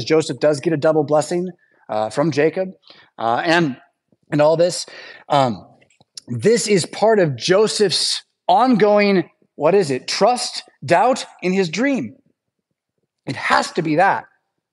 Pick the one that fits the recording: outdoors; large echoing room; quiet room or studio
large echoing room